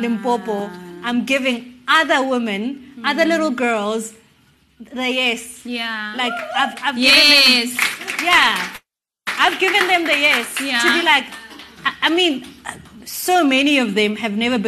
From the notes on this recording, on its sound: Recorded in front of a live audience for our Season Two launch.